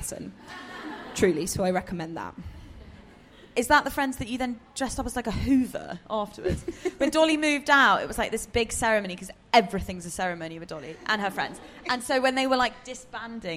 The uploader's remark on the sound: We’re live from Pandora jewellery’s flagship store in London